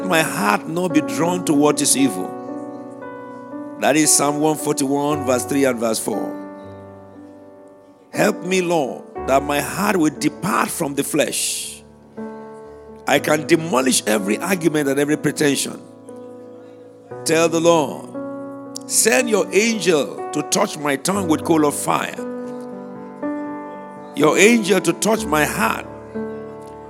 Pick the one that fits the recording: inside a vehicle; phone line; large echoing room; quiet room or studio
large echoing room